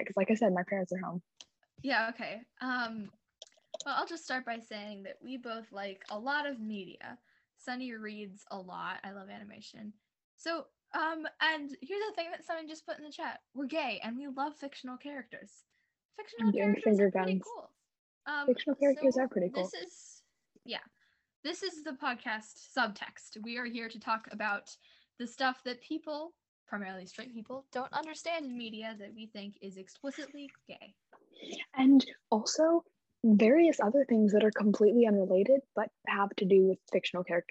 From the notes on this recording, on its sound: sorry about my audio!!!